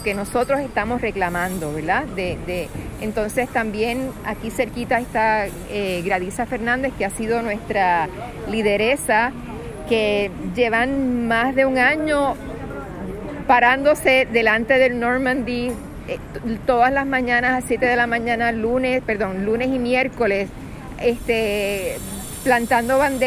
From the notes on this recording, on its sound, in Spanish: llegó a la Plaza de Armas, donde conversó